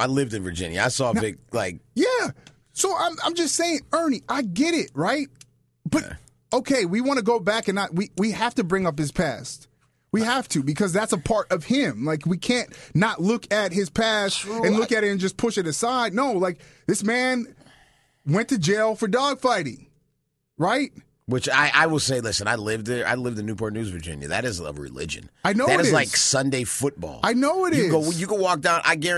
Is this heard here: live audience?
no